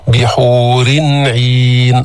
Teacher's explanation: أظهرنا التنوين عند العين لأنه عين، العين حرف حلقي